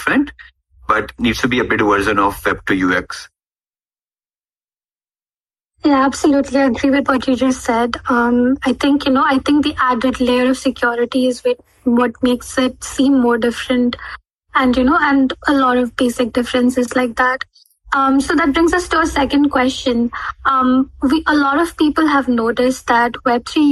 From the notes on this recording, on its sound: Recorded live on Shardeum Discord